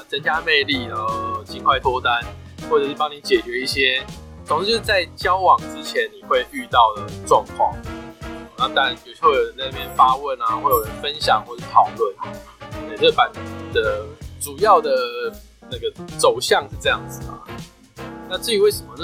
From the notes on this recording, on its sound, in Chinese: 本集音檔為 2019 年錄製，錄製時收錄較多環境雜音，已降噪處理加上背景音樂